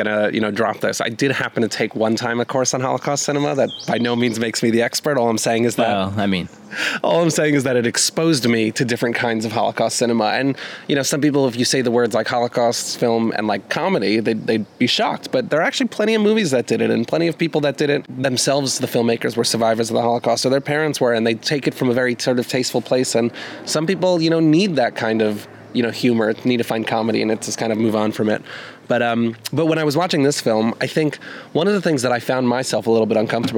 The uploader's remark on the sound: head outdoors for a special in-person recording